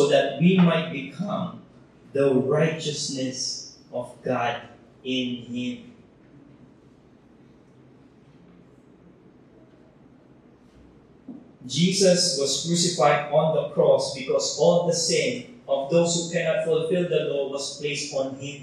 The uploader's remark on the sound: Technical issues have affected audio quality.